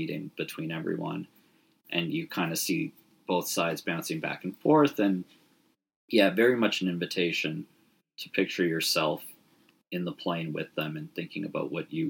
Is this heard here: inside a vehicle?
no